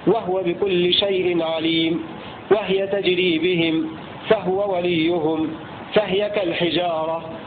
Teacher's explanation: أسكن الهاء في هذه الكلمات الكسائي وقالون وأبو عمرو. وهذا حكم مضطرد يعني متكرر في حيث ما جاء، هكذا يقرأه أبو عمرو وقالون والكسائي، والباقون يقرؤون بالضم.